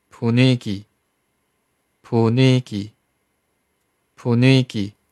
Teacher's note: 有连音化音变发生。第一个字的收音到第二字的辅音位置上